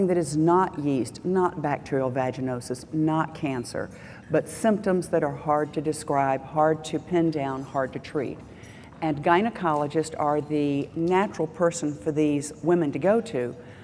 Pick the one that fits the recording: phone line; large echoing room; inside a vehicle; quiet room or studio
large echoing room